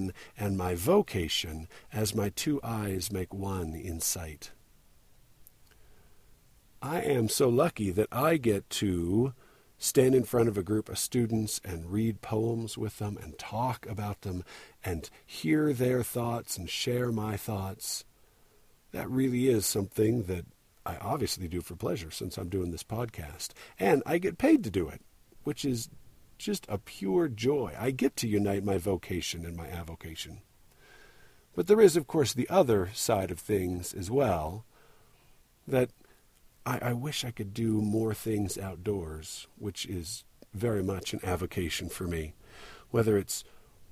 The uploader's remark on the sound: Recorded indoors--or rather, in car, trying to get out of the wind enough to make myself audible. I was birding at the Provo Airport Dike, which is one of the best spots around here for waterbirds (and other birds as well, of course).